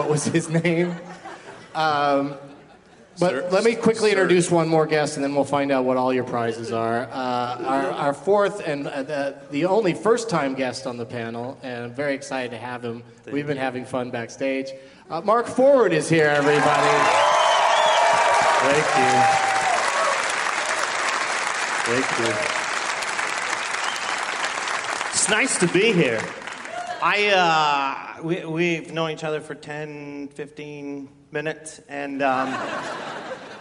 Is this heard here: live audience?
yes